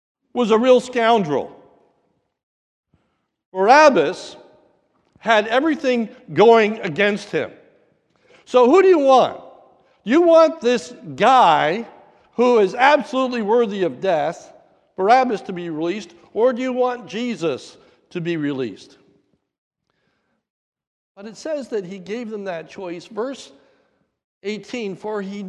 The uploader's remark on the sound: a sermon recorded at the Lebanon Bible Fellowship Church in Lebanon, PA during the morning service